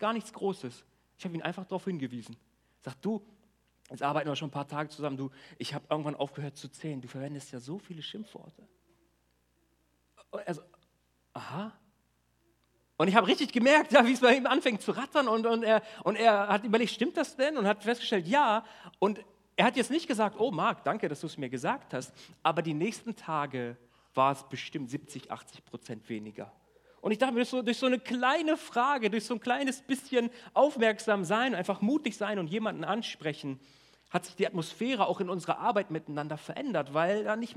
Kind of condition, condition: setting, large echoing room